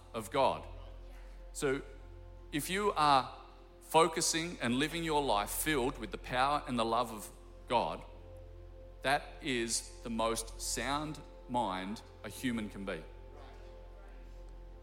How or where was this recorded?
large echoing room